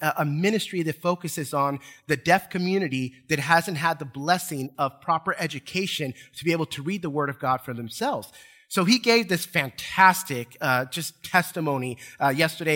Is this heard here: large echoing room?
yes